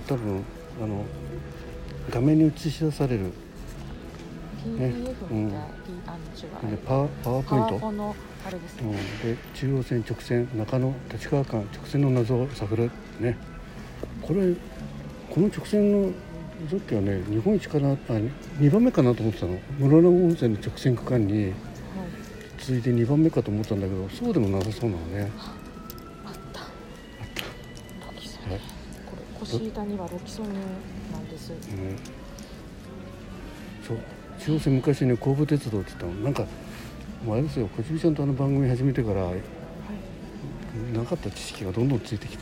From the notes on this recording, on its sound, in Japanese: 鉄道開業150年を音楽で祝うスペシャルコンサート「中央線組曲」会場内で収録。間もなく14時開演。